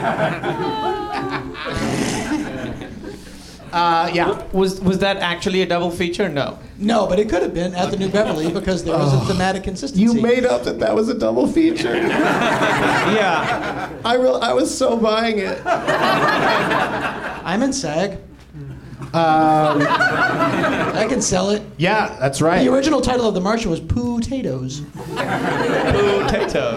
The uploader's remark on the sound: Live from the NerdMelt Showroom in LA